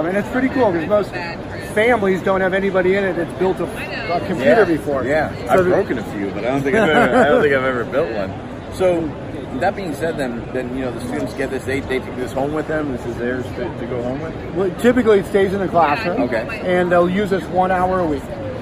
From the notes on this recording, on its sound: live from the FETC event